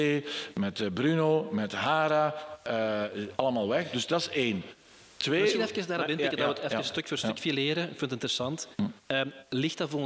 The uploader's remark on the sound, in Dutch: Opgenomen tijdens het eerste Haspengouwse Podcastfestival!